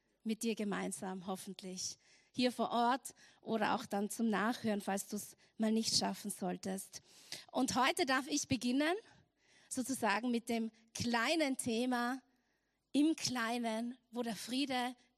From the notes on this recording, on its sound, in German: Erster vorweihnachtlicher Gottesdienst live aus der LIFE Church Wien.